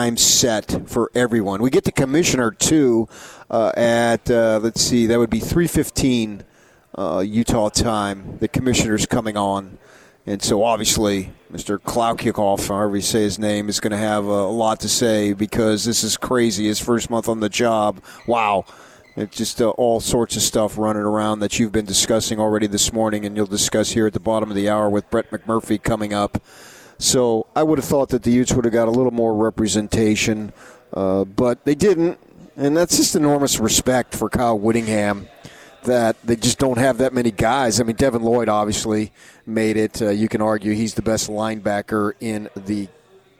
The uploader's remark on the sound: live at Pac-12 Media Day